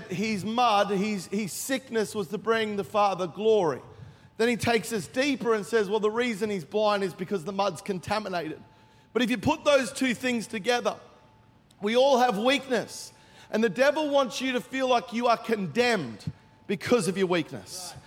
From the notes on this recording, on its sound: Recorded during our 9am service on Sunday, the 5th of November 2023.